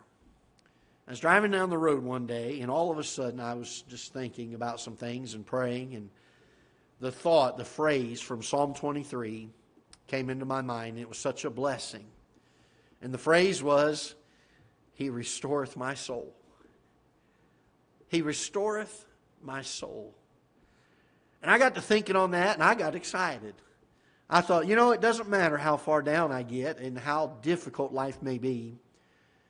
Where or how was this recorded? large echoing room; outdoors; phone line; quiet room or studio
large echoing room